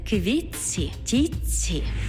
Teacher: У словах «квітці» та «тітці» звук «ти» переходить у м'який подовжений звук «ц»